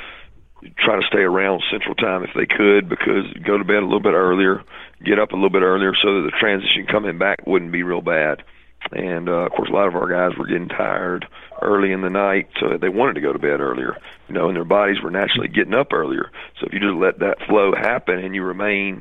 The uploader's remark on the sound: College Football Playoff Teleconference